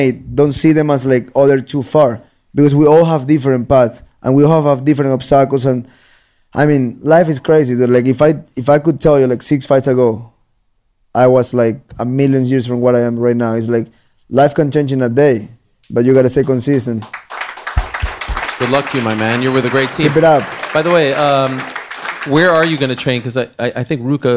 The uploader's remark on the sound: Live from New York! Takes questions from the crowd.